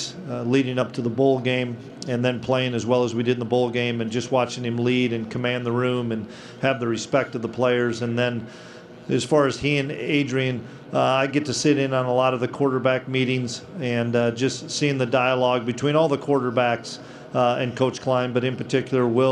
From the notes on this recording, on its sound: press conference from Big 12 Media Days